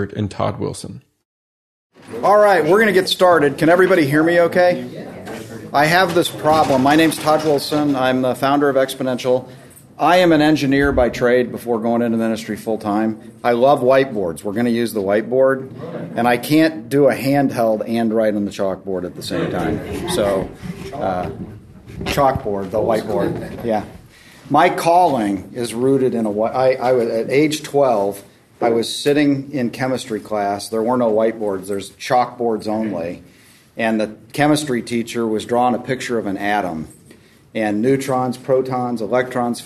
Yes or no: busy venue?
yes